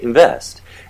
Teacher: But at speed, a lot of people will say invest. And that N is being articulated in the same place as the V. · Term: labiodental nasal